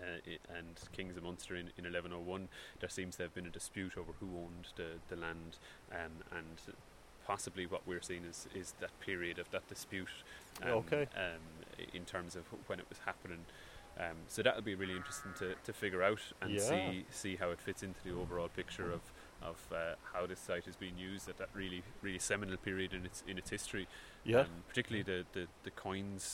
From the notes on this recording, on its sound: The Rock of Cashel. This podcast was recorded quite literally in the field, so there will be a bit of background noise – a little wind and a lot of heckling sheep!